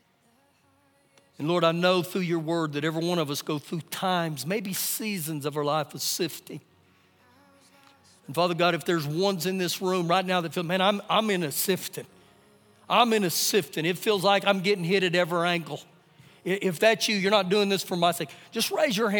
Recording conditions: large echoing room